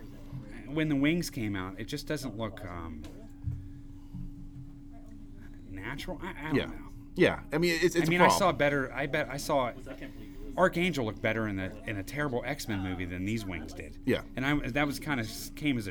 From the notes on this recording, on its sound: This week we are recording on location at The Nerd Korner, We are joined by many of the superfans